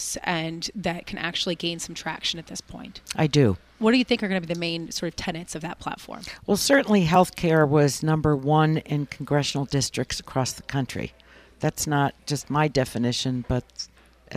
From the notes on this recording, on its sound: Broadcasting live from Bloomberg’s Government Next.2018 conference in Washington DC.